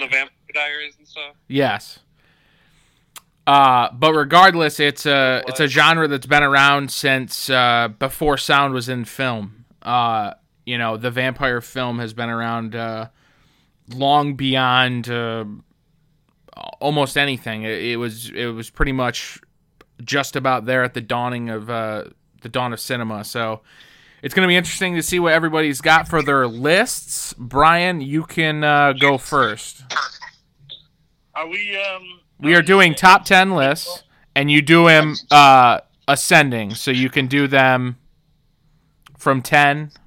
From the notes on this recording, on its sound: The gang joins via teleconference